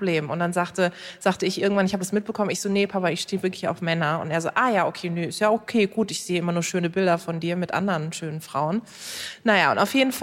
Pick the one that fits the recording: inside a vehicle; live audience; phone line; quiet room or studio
live audience